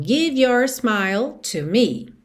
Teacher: Give your, give your. O E final de give não é pronunciado, então eu já ligo o V no Y.